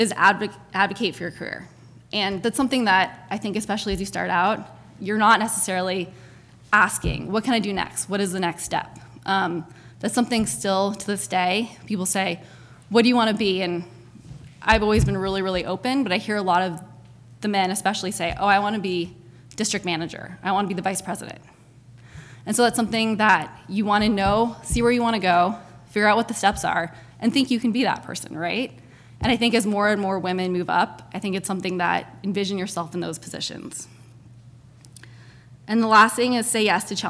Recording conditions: live audience